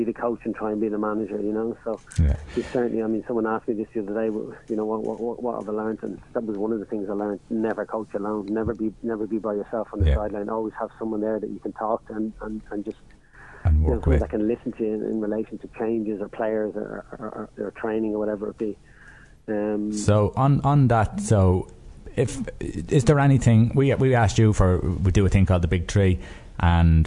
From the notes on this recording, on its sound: On the phone we had